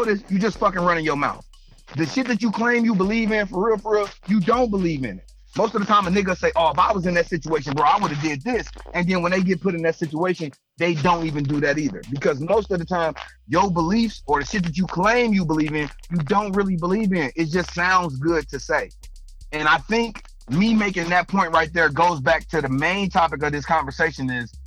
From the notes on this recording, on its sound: we had a caller call